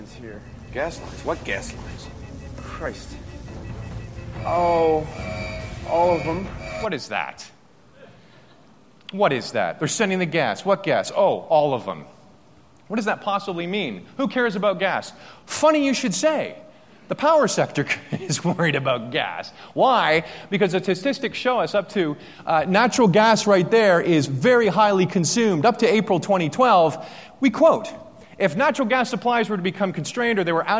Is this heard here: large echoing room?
yes